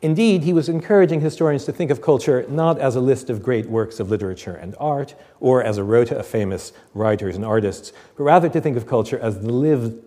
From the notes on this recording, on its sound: Recorded on 18 October 2006 at the University of Edinburgh's St Cecilia's Hall.